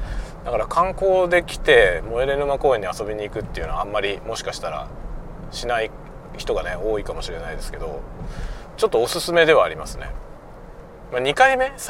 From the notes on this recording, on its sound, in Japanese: 車運転しながら雑談。尻切れで終わってます。